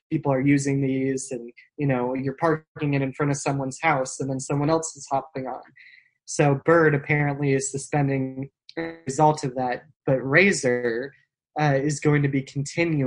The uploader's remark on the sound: For the second of our Zoom-aided podcasts